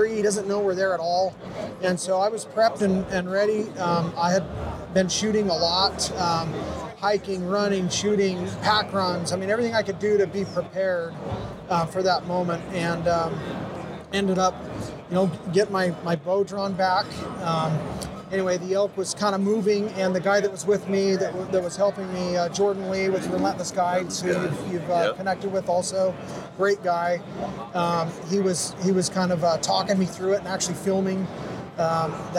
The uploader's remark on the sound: Live From Hunt Expo 2020